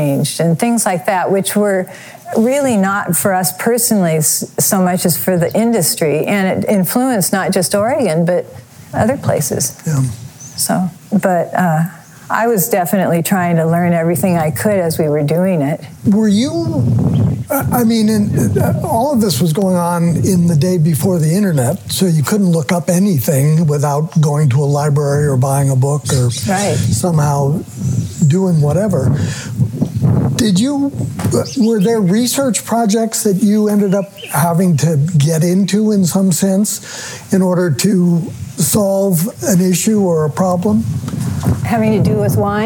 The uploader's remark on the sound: talked on the terrace outside the home we built together in 1971, which sits on top of our original winery